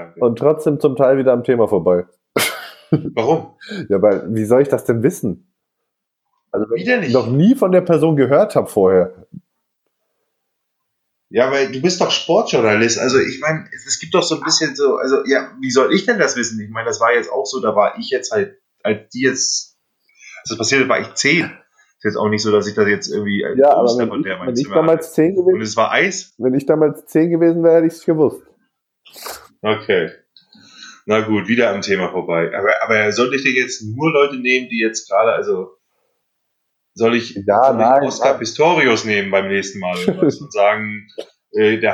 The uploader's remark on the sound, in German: Das ist eine unsere Probefolgen, also wundert euch nicht über die Tonqualität und unsere (noch) amateurhaften Vorträge!